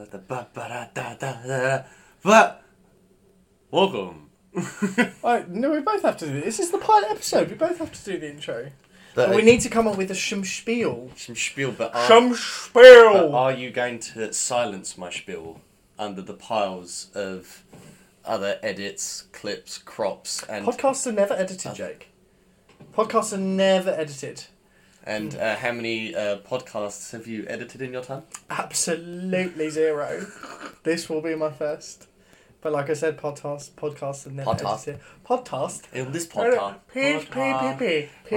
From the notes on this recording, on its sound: This was recorded on a dark Tuesday evening, on a 15 year old USB Microphone.